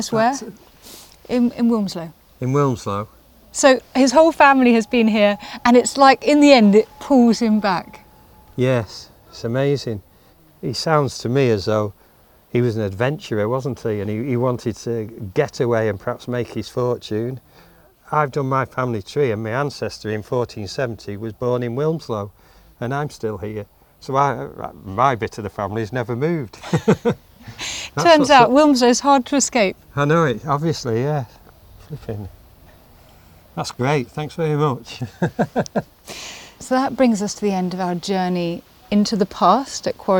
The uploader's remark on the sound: Quarry Bank, one of Britain's greatest industrial heritage sites. Amble around Quarry Bank's vast estate and immerse themselves in the sights and sounds his ancestors experienced. Stopping by key places along the way, including the cottage his 5 x great-grandparents lived.